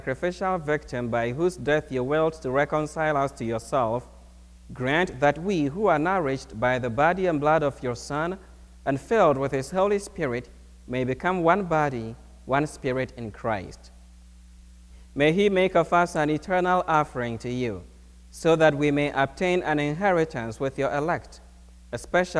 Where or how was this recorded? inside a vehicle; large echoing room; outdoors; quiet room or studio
large echoing room